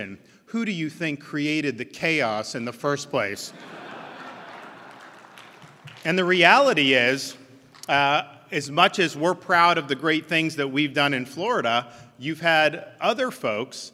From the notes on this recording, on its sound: NatCon 3 Miami. Keynote address at the Miami National Conservatism Conference.